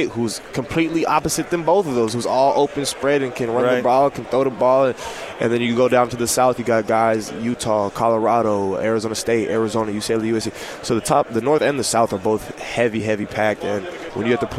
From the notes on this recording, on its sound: live from Pac-12 Media Day.